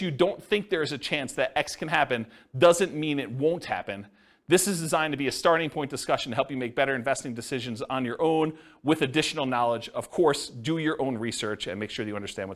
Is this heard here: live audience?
yes